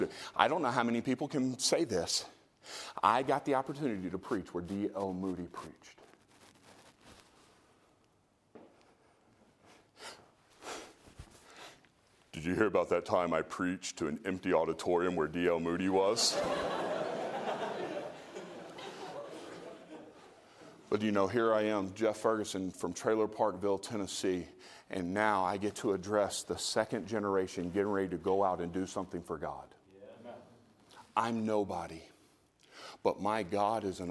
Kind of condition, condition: setting, large echoing room